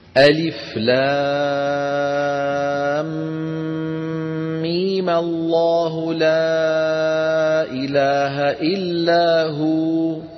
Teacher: هلأ لح نعيد ونمد ميم حركتين